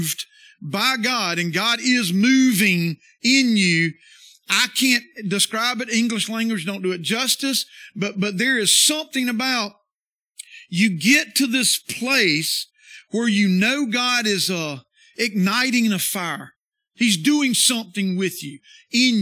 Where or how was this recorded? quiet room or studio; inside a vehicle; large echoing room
large echoing room